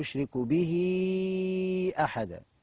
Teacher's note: ولا أشرك به أحدا، ولا أشرك به أحدا، نوع المد، مد صلة كبرى، مد صلة كبرى إن بعدها همزة، ومد أربع أو خمس حركات